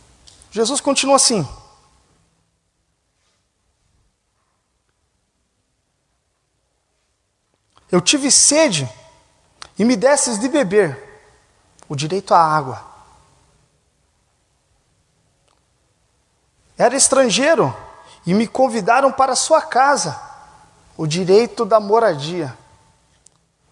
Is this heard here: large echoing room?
yes